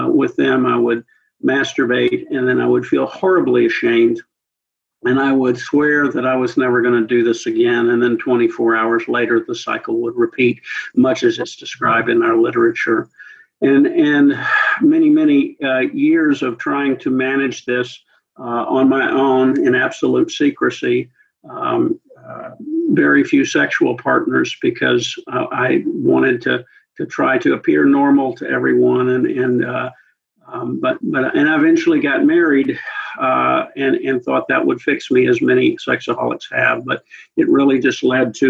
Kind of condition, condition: link, video call